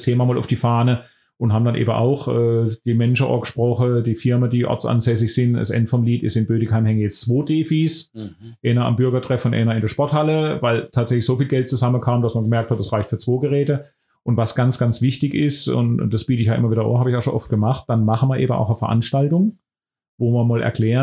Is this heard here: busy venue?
no